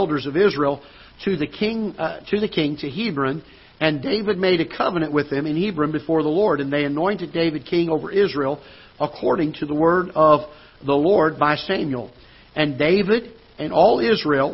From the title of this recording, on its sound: Ketha Heights Baptist Church ~ Live Broadcast